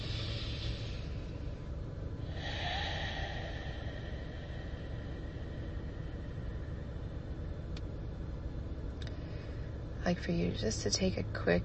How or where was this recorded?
inside a vehicle